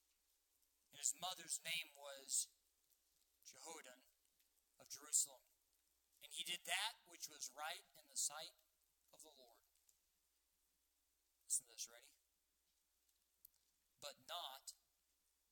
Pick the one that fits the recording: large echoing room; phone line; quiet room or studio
large echoing room